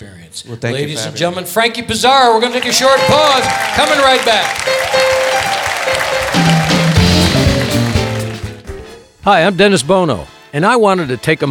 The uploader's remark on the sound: Live at the SouthPoint Casino